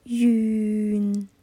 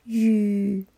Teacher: 歌词里面的发音不够饱满，应该是云，而我听到的是雨，少了一个鼻音 · Shown in: first take